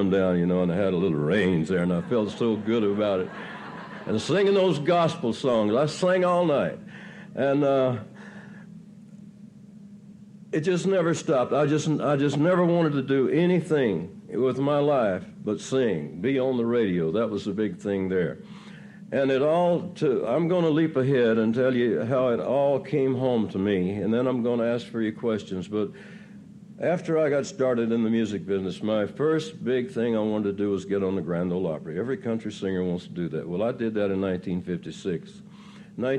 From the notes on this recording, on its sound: Recorded at the 1988 Academy of Achievement Summit. Asnwered a few questions from the students.